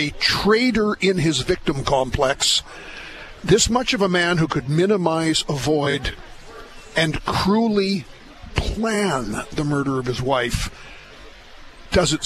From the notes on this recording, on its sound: live from the 52nd Canadian Western Agribition in Regina